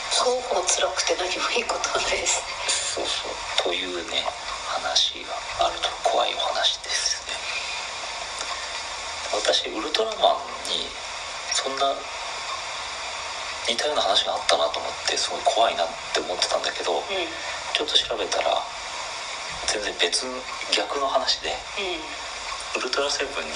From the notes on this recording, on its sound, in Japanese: 音質悪。初回にしてトラブルで音質が最高に悪いです。From Radiotalk。